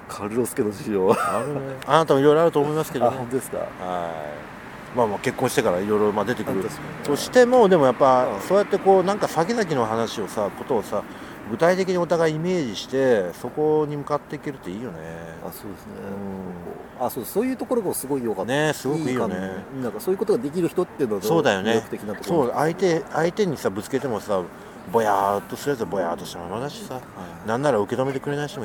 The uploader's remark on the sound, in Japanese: 札幌大通り公園にて行いました。